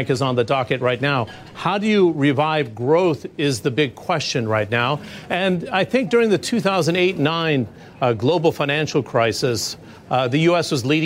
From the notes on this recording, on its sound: Live from the New York Stock Exchange.